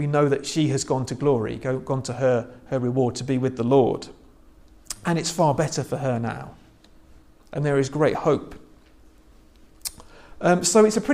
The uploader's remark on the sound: This is a sermon I preached at church last Sunday.